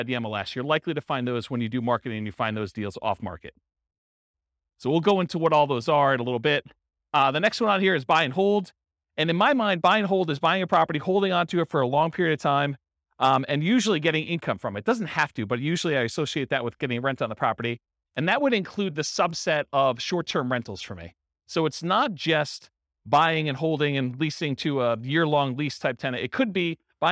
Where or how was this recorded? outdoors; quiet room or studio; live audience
live audience